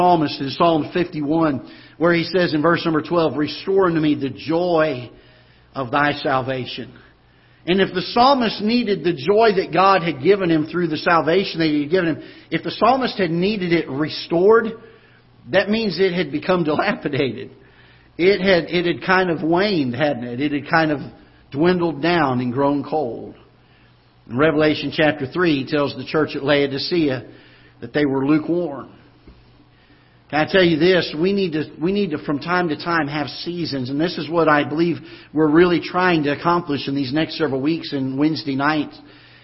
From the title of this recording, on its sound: Ketha Heights Baptist Church ~ Live Broadcast